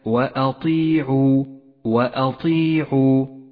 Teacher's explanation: الهمزة حرف مرقق دائما، إياك أن يختلط ترقيقه مع تفخيم الطاء التي بعده